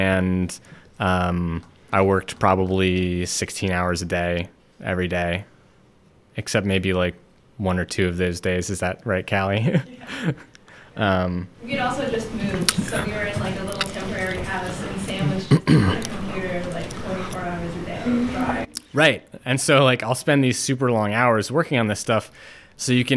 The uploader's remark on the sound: Artist lecture, which took place at Light Grey Art Lab this past Friday, prior to the Iceland Residency Exhibition Opening Reception.